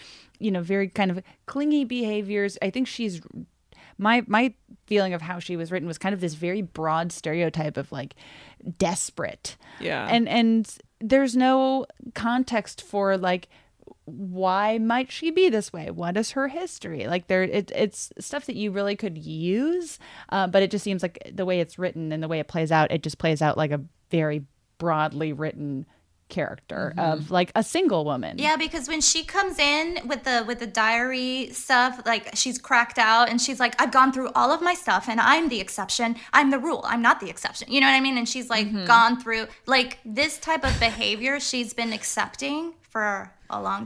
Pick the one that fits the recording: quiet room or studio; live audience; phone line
quiet room or studio